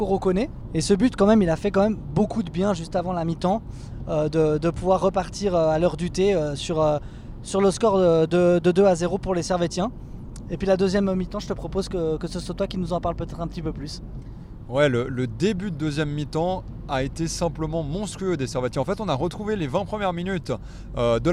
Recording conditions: inside a vehicle